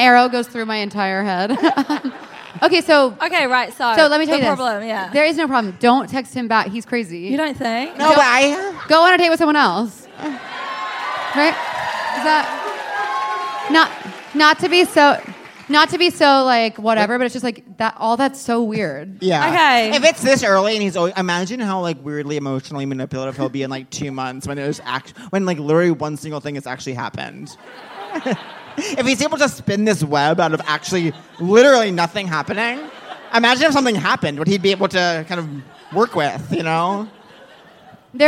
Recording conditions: live audience